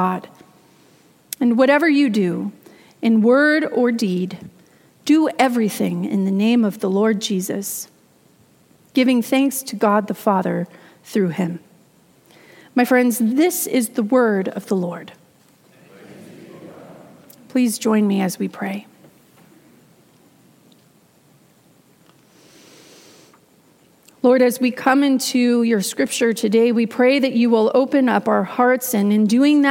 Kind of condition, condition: setting, large echoing room